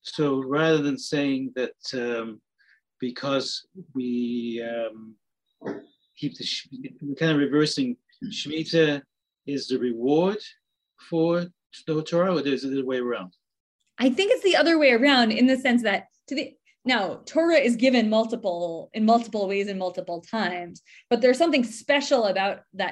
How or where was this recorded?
video call